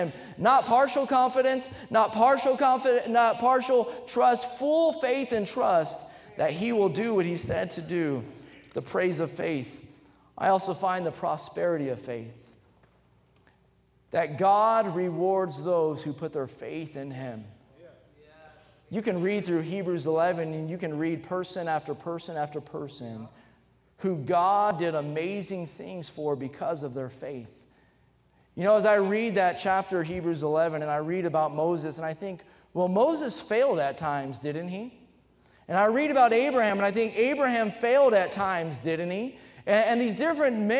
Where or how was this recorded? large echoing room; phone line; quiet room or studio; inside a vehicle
large echoing room